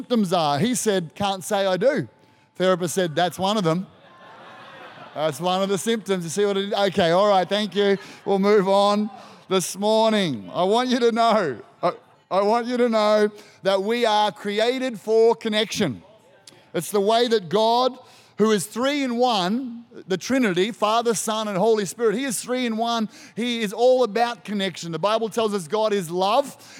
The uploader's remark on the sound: This was recorded in our 9am service